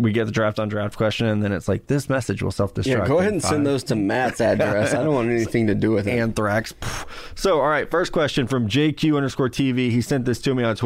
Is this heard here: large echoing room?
no